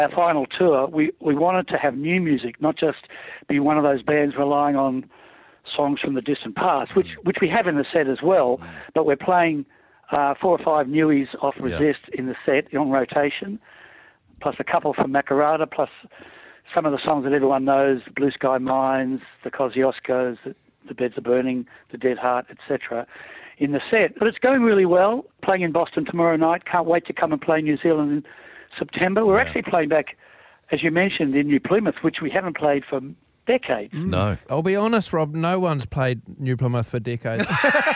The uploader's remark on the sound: We are joined on the phone